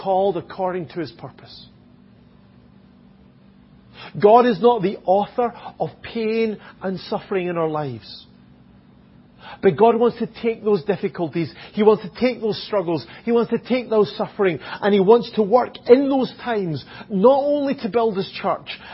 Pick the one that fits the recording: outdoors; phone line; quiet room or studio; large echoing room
large echoing room